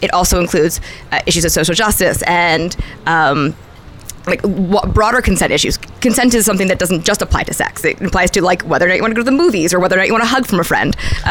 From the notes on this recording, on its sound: Southwest Love Fest: Live From Arizona. The second annual Southwest Love Fest in Tucson, Arizona, a conference on ethical non-monogamy.